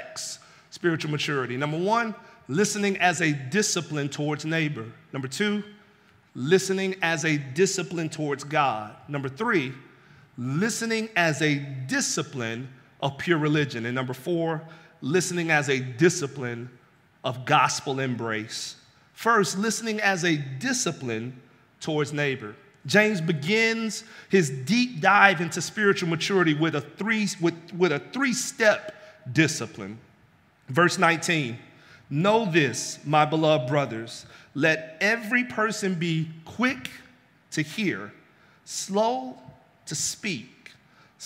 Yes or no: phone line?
no